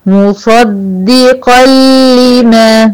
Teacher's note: انتبهوا هنا اهو، مصدقا لما، ادي تنوين ورا حرف اللام، واللام هنا مشددة اهي بالكسر، هنا في ادغام كامل بدون ايه غنة، تنوين ورا اللام واللام من يرملون ومن الحروف بتاعت الادغام الكامل بدون ايه غنة، اللام والري.